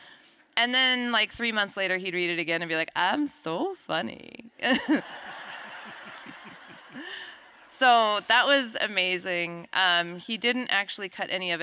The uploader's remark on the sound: Here at Literary Arts, our role is to bring the featured author to town for a talk in front of a live audience.